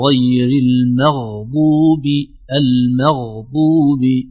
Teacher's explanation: خلينا نقول غير المغضوب بدون شبه القلقلة هذه الخفيفة. سمعتها المغضوب، خليها غير المغضوب المغضوب.